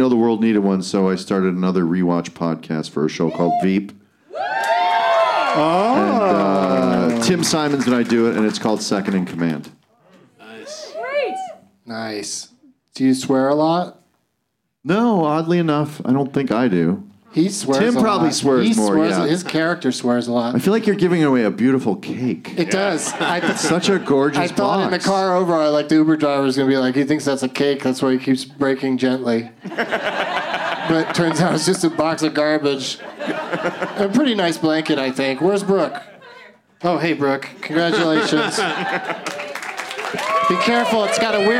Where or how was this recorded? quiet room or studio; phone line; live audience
live audience